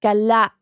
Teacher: am Ende von dem langen A kommt noch ein Knacklaut